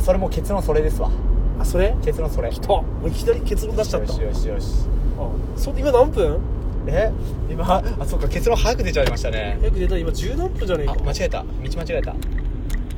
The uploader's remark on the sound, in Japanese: 営業中の車の中で